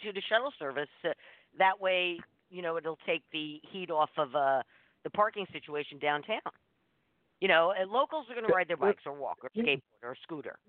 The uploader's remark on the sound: This morning on The South Bay Show: South Bay Spotlight, we're opening up the phone lines.